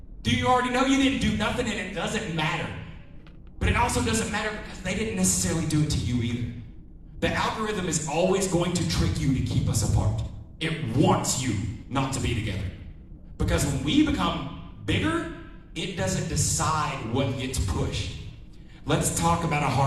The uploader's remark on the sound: This is the audio of the class we did at creepy con.